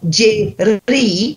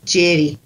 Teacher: It's a very, very slight trill. · Shown in: second take